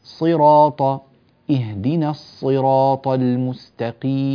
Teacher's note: الذي سمعته منك اهدنا الصراط، هذا امتداد الصاد، ليس امتدادها ياء، فبالتالي كسرها ضعيف، مفروض الكسر الكامل يكون امتداد الصاد ياء خالصة · Term: الصاد المكسورة